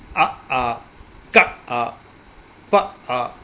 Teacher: So when you stop the glottis and close it and open it suddenly, so that is a glottal stop or a glottal plosive.